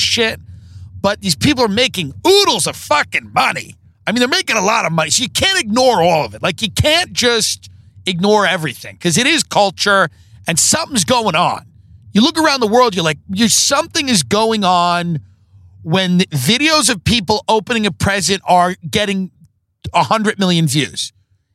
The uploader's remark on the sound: Live from the car on the way to Manhattan Beach and back.